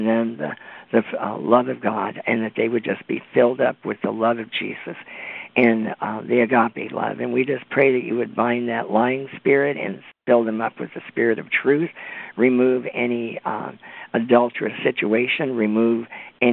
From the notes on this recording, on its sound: On this Conference Call. Answering questions that were submitted this past weekend from standers around the world.